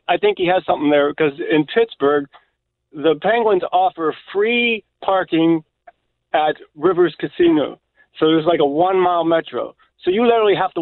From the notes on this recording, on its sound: goes to the phones to talk to people from all around the DMV